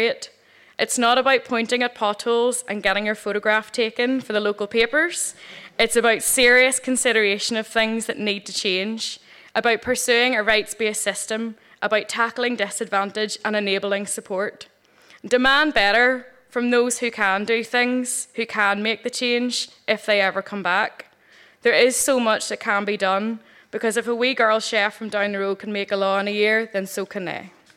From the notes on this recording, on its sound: Three wonderful true stories told at the Black Box in Belfast. Tenx9 is a live storytelling event where nine people have up to ten minutes each to tell a true story from their own life on a particular theme.